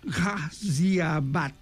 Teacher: I l'altra és una altra ciutat que hi ha a prop de Delhi que es diu Ghaziabad. És a dir, hi ha una G i al darrere hi ha una aspiració